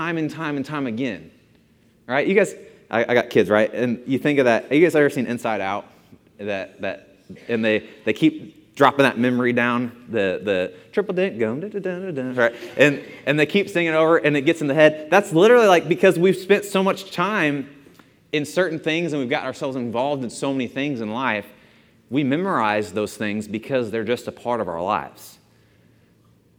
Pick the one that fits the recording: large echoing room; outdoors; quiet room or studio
large echoing room